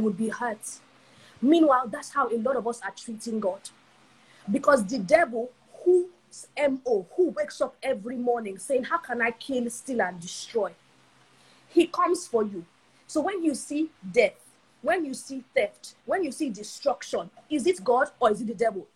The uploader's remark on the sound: The Instagram live session